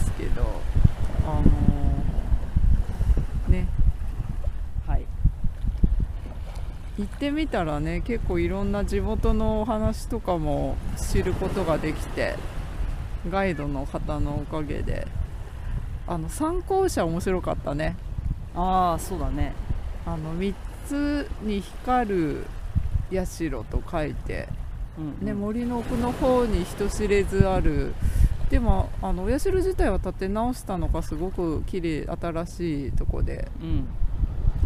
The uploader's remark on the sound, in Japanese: 今回の収録は気分を変えて浜辺に場所を移して富士山を目の前に昨年晩秋に富士山を訪れた時の話をしています。